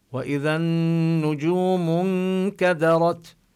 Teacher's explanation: كذلك إذا نفس الحكم بإذا الأولى، النجوم كذلك هذه اللام لام شمسية لا نلفظها، ونشدد النون المشددة نظهر الغنة غنة النون فيها